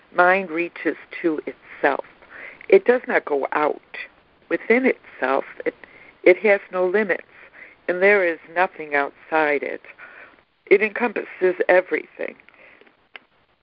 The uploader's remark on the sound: ACIM Daily Conference Call.